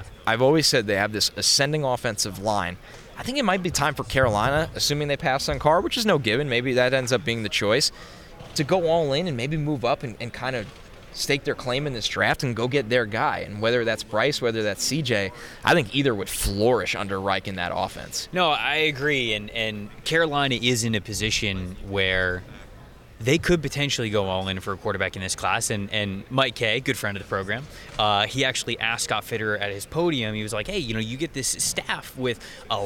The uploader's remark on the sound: come to you live from the 2023 NFL Combine